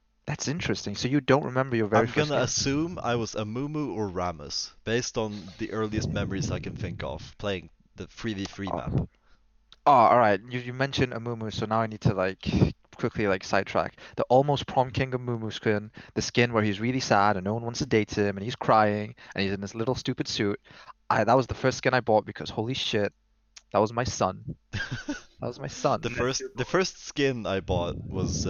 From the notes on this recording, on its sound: Scuffed mic-breathing in this pilot episode of The CBT Podcast.